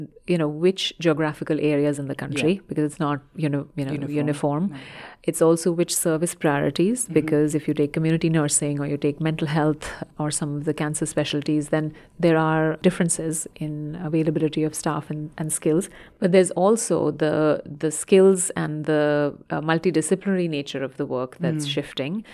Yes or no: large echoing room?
no